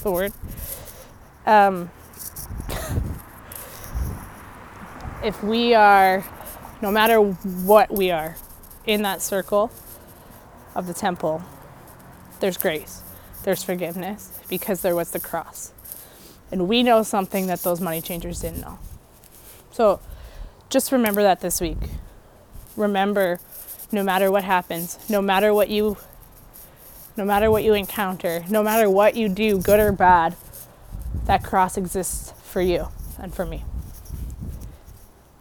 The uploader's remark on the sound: I apologize for the background noise!